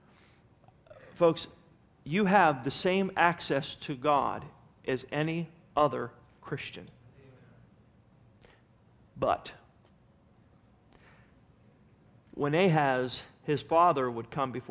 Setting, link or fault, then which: setting, large echoing room